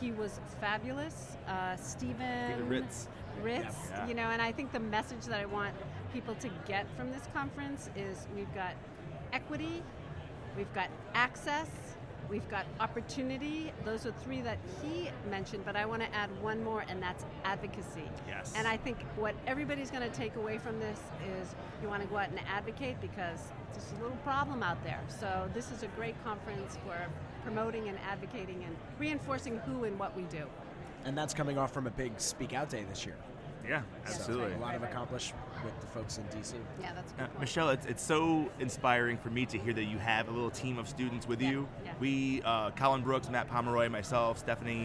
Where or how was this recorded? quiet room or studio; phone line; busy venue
busy venue